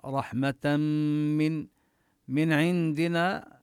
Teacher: الحكم الأول هو الإدغام بغنة ونشدد الميم نبين غنتها، رحمة من عندنا، هذه النون التي في من نظهرها لوجود العين بعدها، عندنا نخفي النون التي قبل الدال ونمد الألف مدا طبيعيا